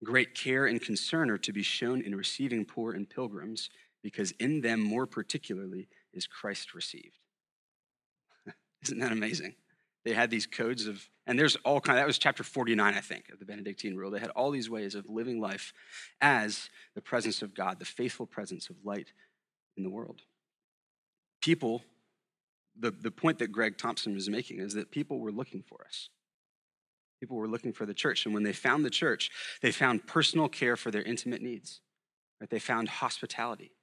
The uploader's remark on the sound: at Sojourn Galleria Church